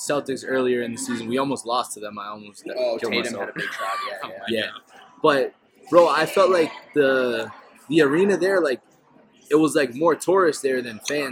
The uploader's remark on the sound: The boys travel to The Palm Restaurant in Boston